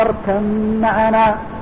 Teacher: ففي قراءة حفص قال يا بني اركم معنا ولا تنطق بالباء